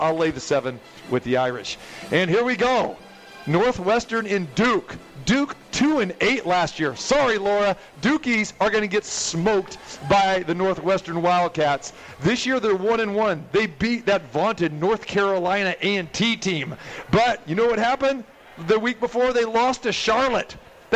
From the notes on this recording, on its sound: Live From The Cosmopolitan of Las Vegas